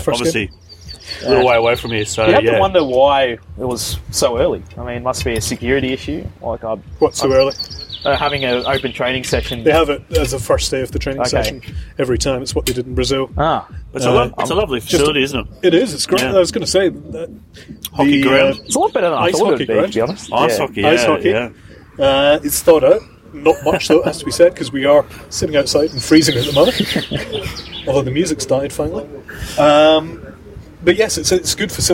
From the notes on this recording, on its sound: With the Roos in Kazan. At a cafe outside the Socceroos training base.